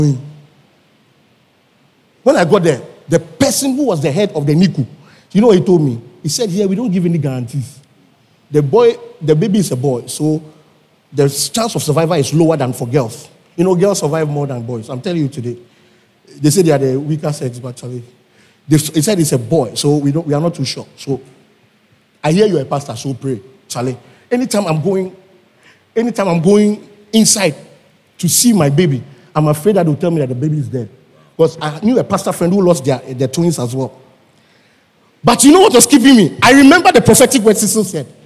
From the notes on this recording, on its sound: Preached at the Youth Service, Calvary Baptist Church, Adabraka